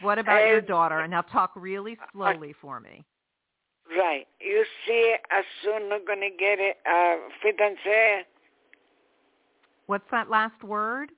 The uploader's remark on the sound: In response to callers' questions.